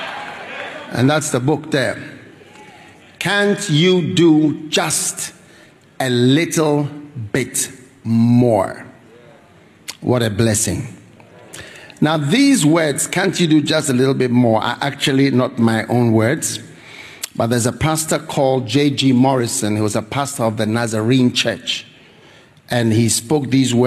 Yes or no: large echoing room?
yes